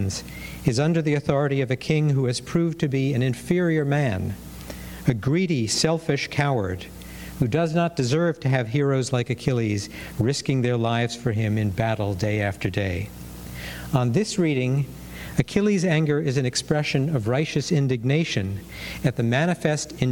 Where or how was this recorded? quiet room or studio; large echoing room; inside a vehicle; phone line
large echoing room